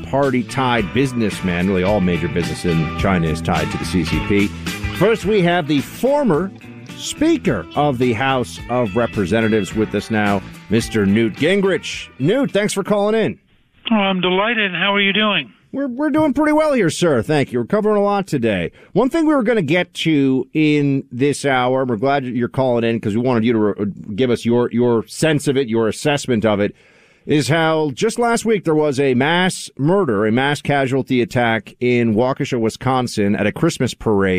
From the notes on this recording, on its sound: makes a surprise phone call